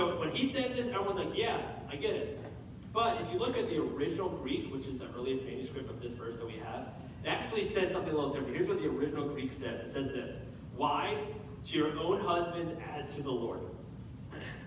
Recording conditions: poor sound quality